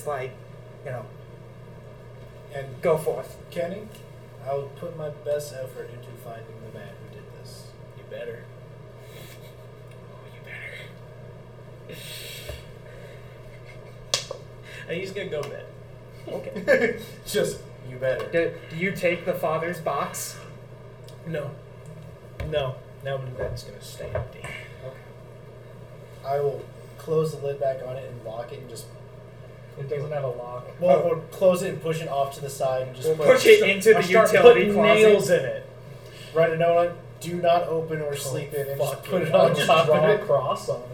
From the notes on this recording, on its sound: Un-Edited Version. Be warned the audio is truly unedited and thus is unbalanced. Mic issues are still being worked on.